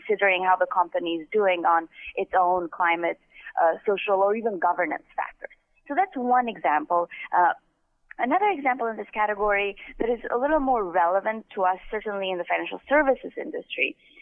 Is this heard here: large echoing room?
no